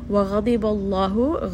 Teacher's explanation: ghain is going to be heavy. Dad is also a heavy letter. Both of these are part of khussa dhaghth wal ghadh, which are the heavy letters.